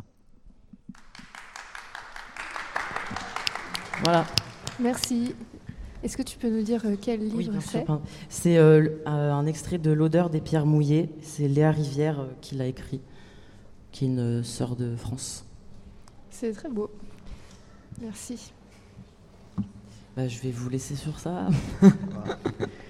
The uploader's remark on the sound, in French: Studio Volant enregistré au Recyclart le Vendredi 22 Septembre dans le cadre de la soirée de soutien pour le Fond de Solidarité Trans. Studio Volant enregistré au Recyclart le Vendredi 22 Septembre dans le cadre de la soirée de soutien pour le Fond de Solidarité Trans .